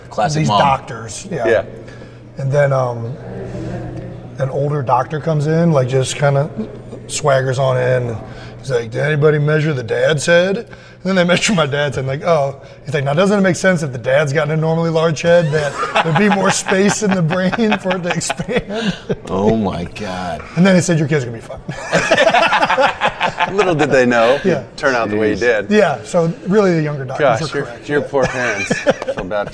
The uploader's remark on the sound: LIVE FROM THE PRO BOWL. Are in Orlando for the 2020 NFL Pro Bowl.